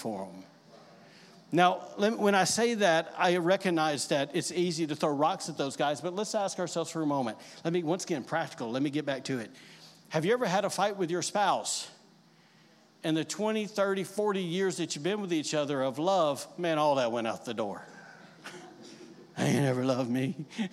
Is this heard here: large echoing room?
yes